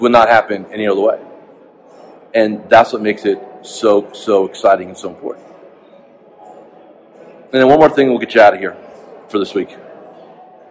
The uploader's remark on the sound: Live From The Fearless Investing Summit